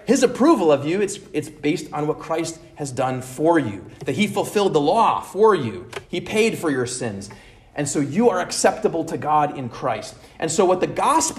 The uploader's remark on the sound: at Immanuel Lutheran Church in Pasadena, CA